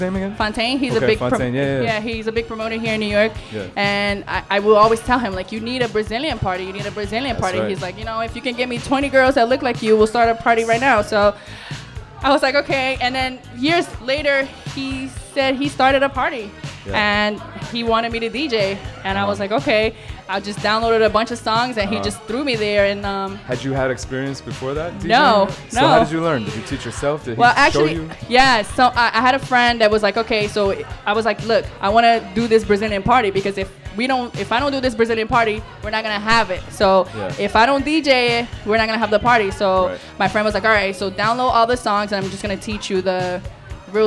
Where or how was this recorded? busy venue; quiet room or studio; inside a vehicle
busy venue